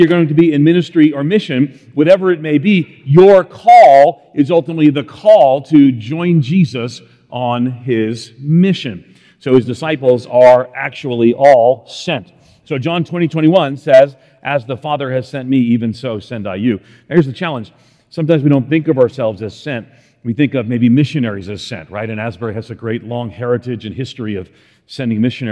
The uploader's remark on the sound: In this Chapel talk he discusses how to live out faith in the face of a culture of outrage by following Jesus’ commission.